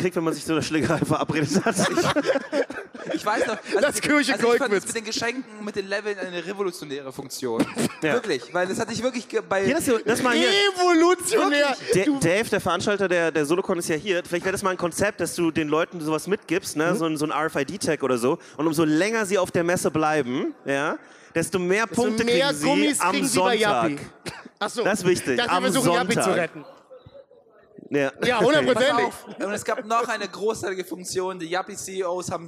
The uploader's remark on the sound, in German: Live auf der Solocon. Und um den Samstag noch besonderer zu machen sind wir am Start mit einer Live-Folge aus der Schweiz!